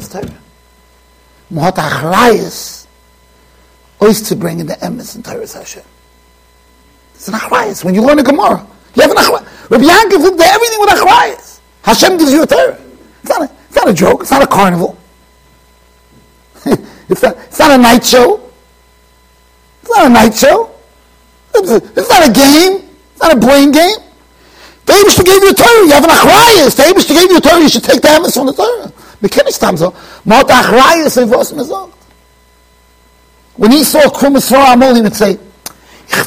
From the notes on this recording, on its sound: Shiur recorded in Yeshivas Ohr Reuven, Monsey NY.